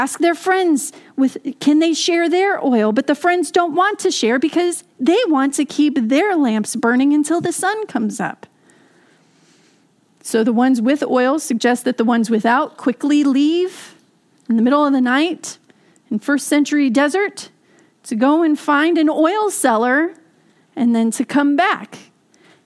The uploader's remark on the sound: This message was delivered during the Contemporary Worship service. San Marino Community Church.